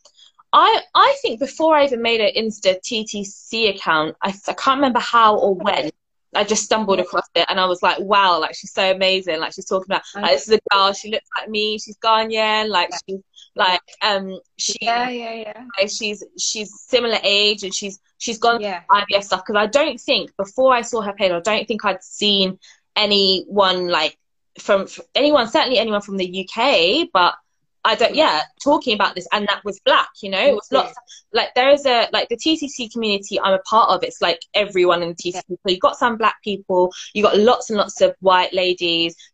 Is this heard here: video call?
yes